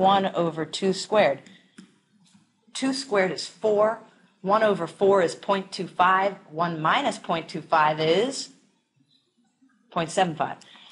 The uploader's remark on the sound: This is a clip from a live classrooom where we work through a homework problem together.